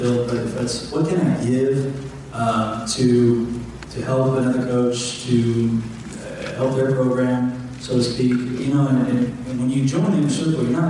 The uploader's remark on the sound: Audio Recording of IC Panel at July Experience